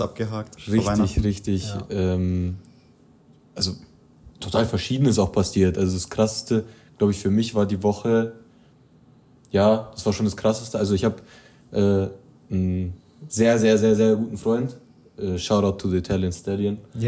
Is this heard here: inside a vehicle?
no